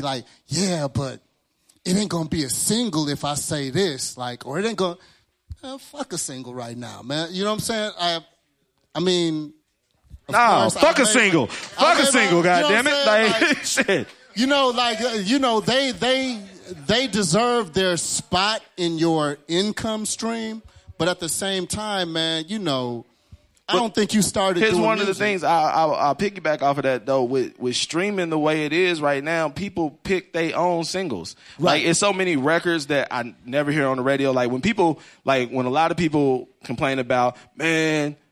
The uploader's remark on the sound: K-100 Radio was broadcasting live at Makin'It Magazines Media Matters ATL networking event at iLounge.